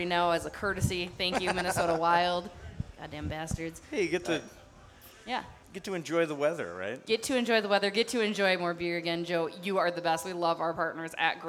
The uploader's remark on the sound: Live from Dugarel’s in Hastings